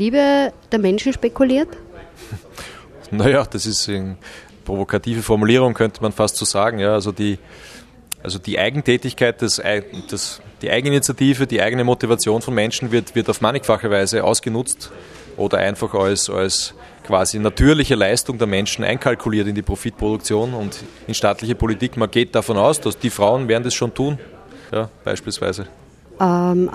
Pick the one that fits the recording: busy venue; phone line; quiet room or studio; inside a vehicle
busy venue